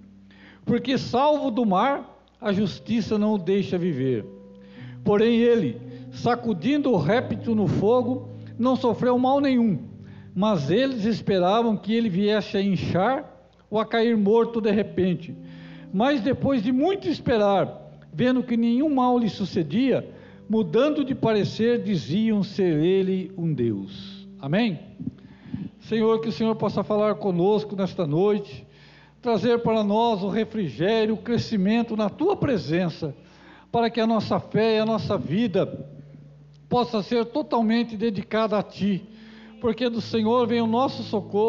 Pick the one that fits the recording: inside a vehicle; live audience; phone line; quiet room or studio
live audience